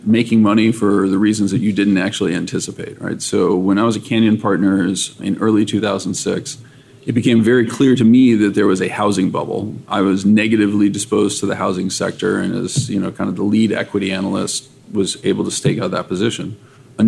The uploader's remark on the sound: In a first for the Flirting with Models podcast, we recorded this episode live at the ETF Exchange in Miami in early April 2022.